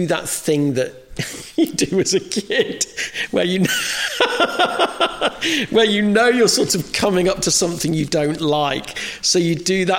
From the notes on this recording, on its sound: In this show, recorded LIVE at the Lyric Theatre Hammersmith.